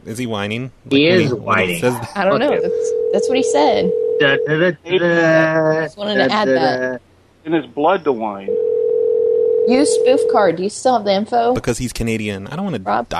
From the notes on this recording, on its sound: …'s Personal Prank Phone Calls Collection.